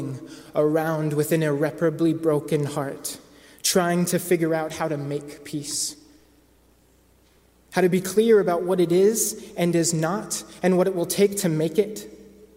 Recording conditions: large echoing room